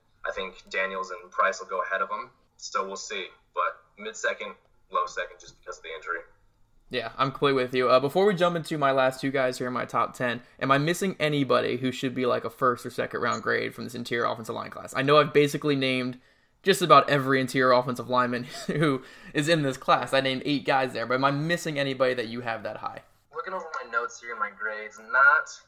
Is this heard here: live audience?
no